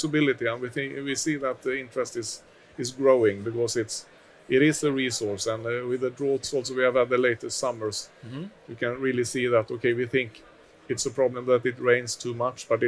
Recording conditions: busy venue